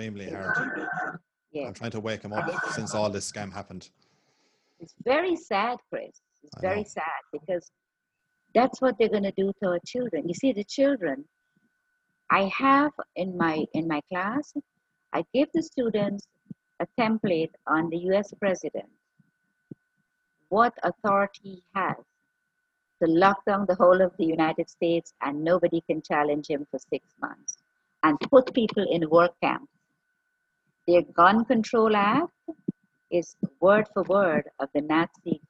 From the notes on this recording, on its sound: Apologies for the sound quality.